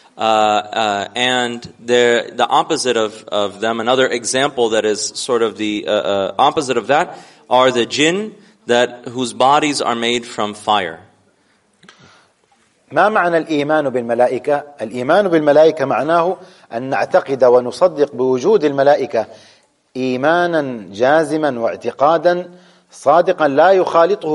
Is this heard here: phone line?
no